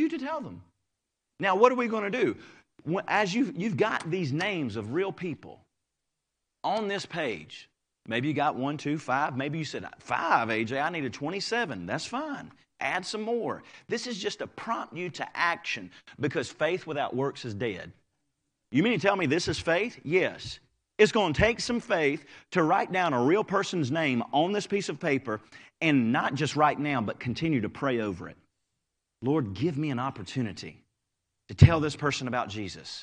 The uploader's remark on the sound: Live Service